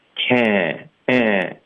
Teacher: 所以你发这个 a 的时候呢，同时会带一点点前鼻音